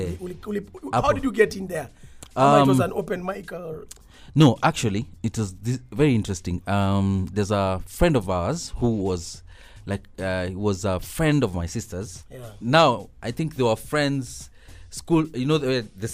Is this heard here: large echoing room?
no